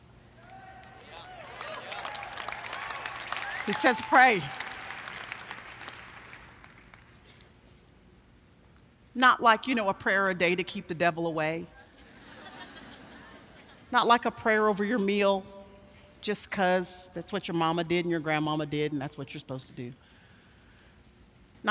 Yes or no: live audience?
yes